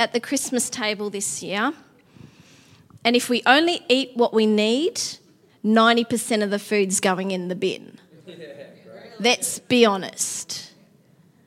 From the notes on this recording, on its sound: Theme Sunday. LIVE at Echo Church.